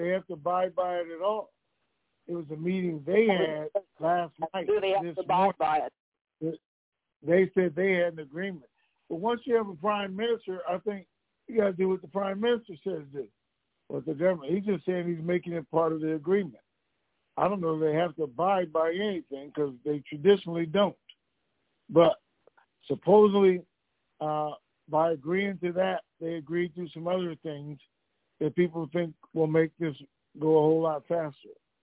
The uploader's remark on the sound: TNTSuperfantastic Conference Call